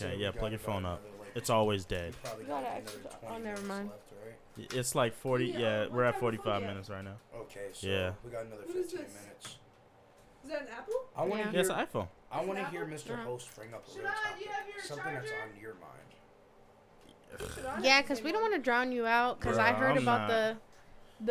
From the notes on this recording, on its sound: This episode is a complete mess. People turning away from the mic, people jumping in talking, and partying in the background.